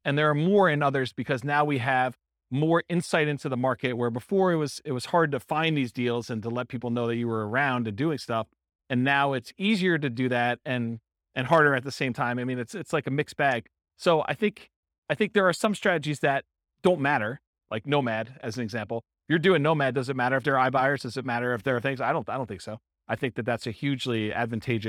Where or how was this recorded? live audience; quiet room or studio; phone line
live audience